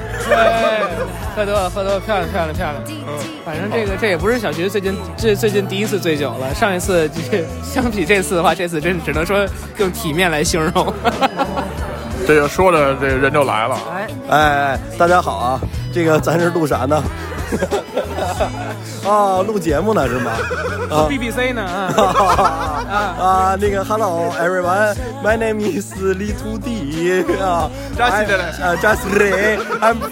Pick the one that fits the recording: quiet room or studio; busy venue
busy venue